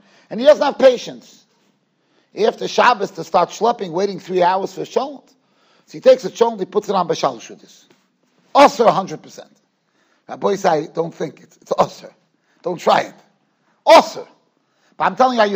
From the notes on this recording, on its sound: Shiur recorded in Yeshivas Ohr Reuven, Monsey NY.